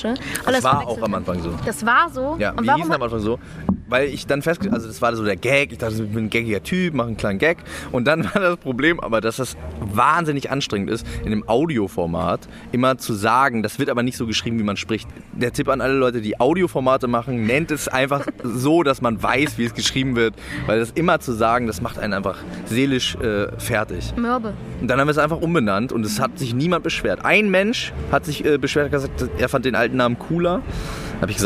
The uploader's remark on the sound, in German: auf dem Hanse Song Festival interviewt.